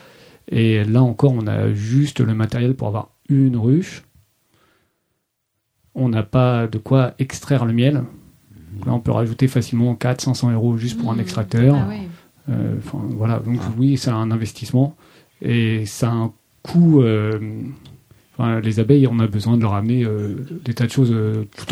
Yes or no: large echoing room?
no